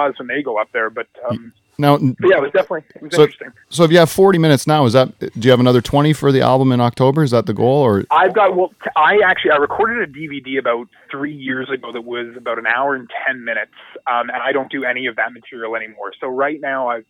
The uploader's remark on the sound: to call into the show